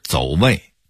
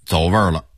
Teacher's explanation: 其实是没带儿化韵，味儿变成了味，一加儿化韵走味儿了